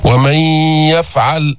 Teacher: إدغام بدون غنة، إدغام غير مستكمل التشديد